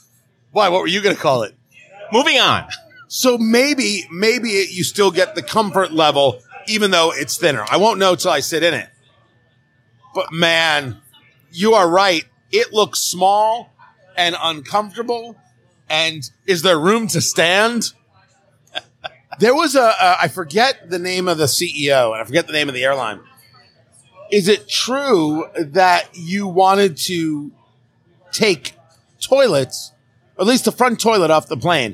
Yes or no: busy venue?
yes